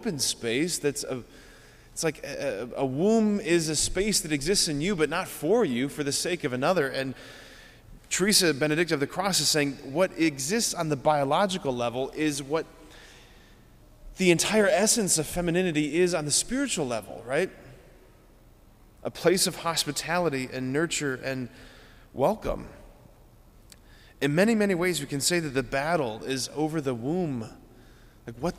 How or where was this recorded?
large echoing room